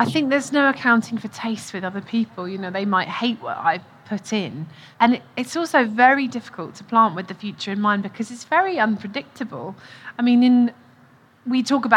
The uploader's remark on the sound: Recorded at BBC Gardeners’ World Live